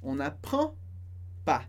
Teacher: sem pronunciar o D